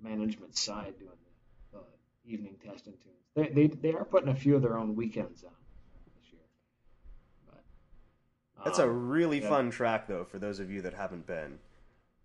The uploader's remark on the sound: The fellas record terrible audio on accident.